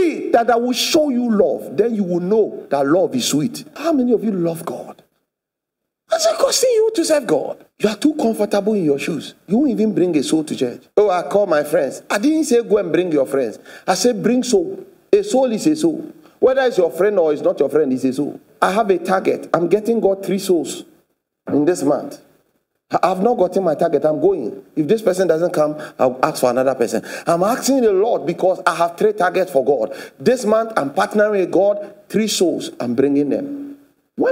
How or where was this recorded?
large echoing room